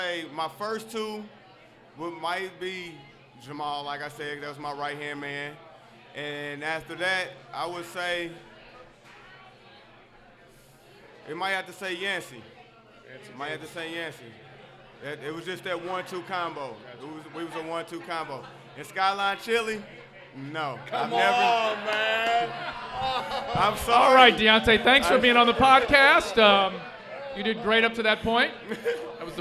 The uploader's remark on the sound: LIVE at Mio's in Clifton!